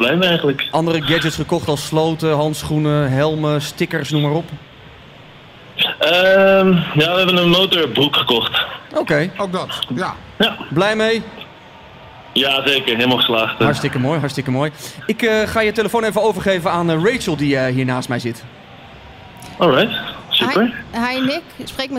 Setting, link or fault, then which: setting, busy venue